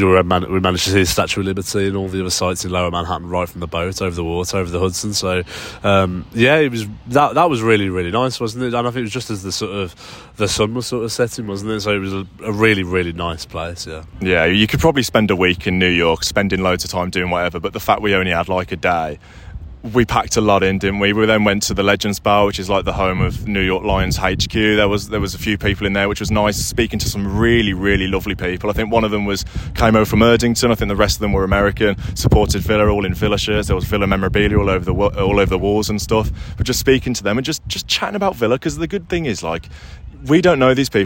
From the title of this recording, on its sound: Live from Central Park, New York